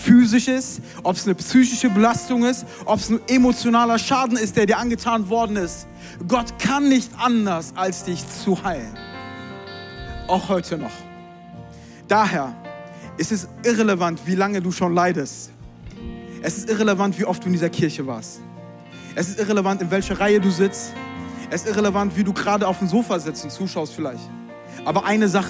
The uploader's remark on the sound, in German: Zeal Church Leipzig. Audiomitschnitt der Predigt.